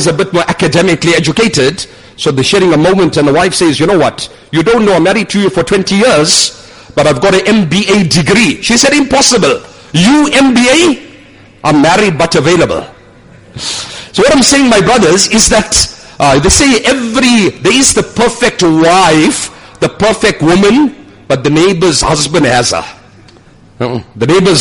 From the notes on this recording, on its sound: Jumuah lecture at Umhlanga Masjid